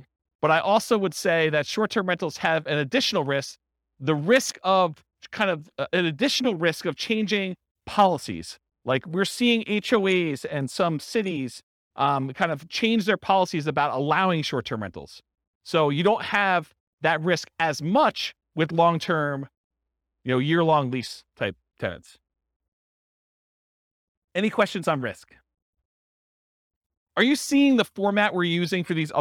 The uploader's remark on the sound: This was a live class recorded